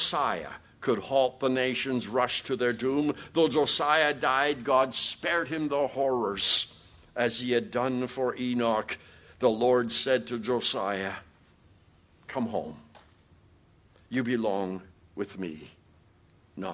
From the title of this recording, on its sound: QTC Chapel Service